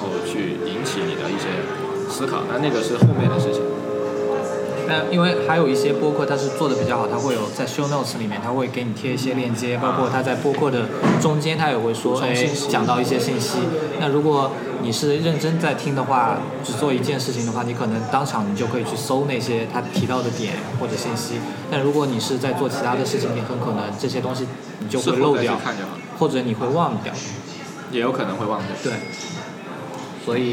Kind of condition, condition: setting, busy venue